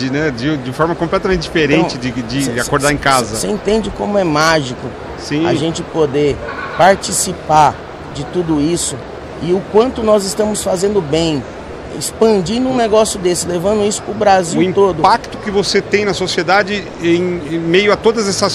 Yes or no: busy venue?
yes